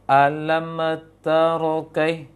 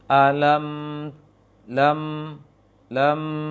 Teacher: mim itu dijalankan sedikit suaranya, dialirkan sedikit suaranya, kemudian baru dibaca huruf setelahnya · Shown in: second take